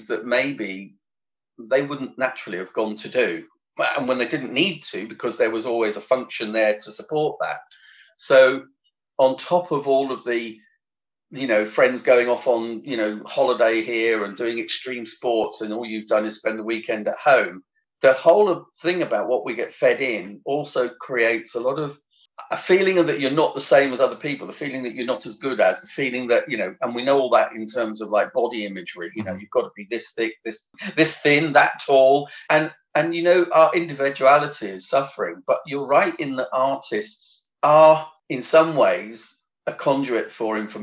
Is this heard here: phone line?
no